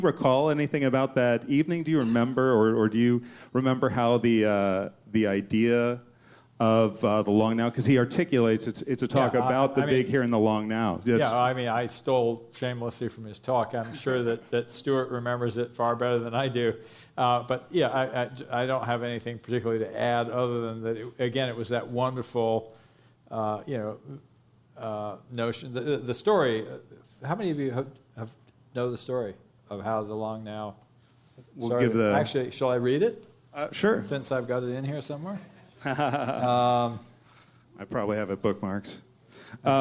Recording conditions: busy venue